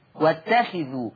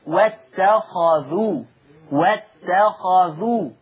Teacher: حفص بيقرأ بكسر الخاء واتخذوا، لكن ورش يقرأ بفتح الخاء